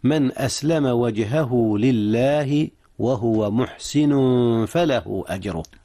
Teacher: أخفي التنوين محسن فله قبل الفاء إذ هي من حروف الإخفاء